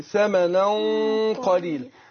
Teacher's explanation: بخفي نون التنوين عند القاف بس مع كون ان بفخم الايه الغنه نفسها · Term: اخفاء